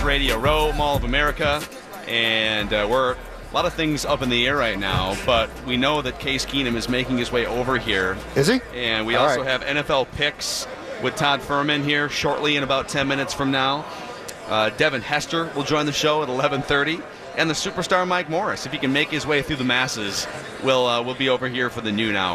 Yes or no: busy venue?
yes